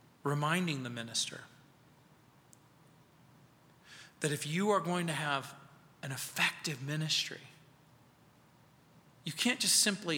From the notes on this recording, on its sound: At Calvary South Denver in Littleton CO.